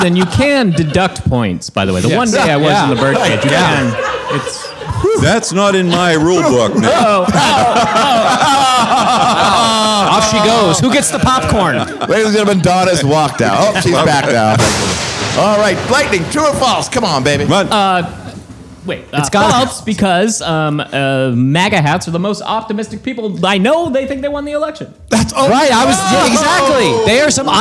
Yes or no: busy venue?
yes